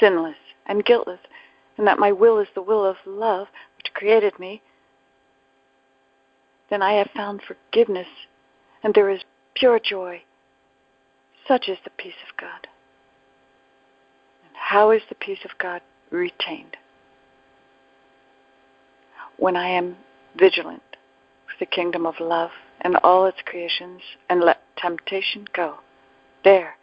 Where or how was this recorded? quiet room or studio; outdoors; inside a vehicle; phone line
phone line